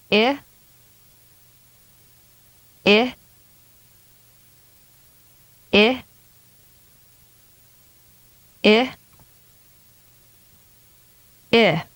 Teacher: When saying I, the tongue is high in the front and the lips are pulled back slightly. This vowel is short and lax. · Term: The vowel I